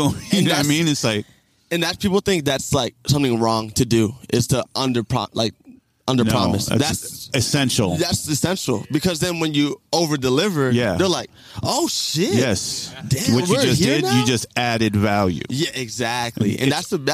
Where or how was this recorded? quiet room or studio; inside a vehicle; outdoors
outdoors